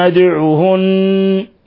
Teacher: ثم تقدم نظيره حرفهن مشدد، ادعهن مشددة تغن مقدار حركتين تقدم نظائرها، ولا يخفى قلقلة الدال لأنها ساكنة ولأنها من حروف قطب جد